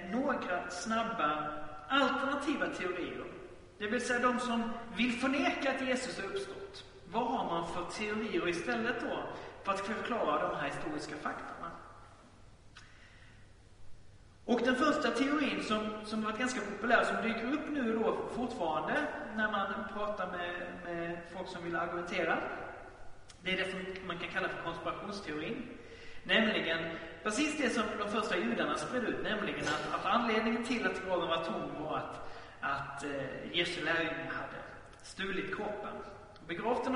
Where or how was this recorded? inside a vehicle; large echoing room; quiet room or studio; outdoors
large echoing room